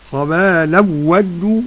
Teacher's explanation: خبالا ودوا عدم الغنة لخلف عن حمزة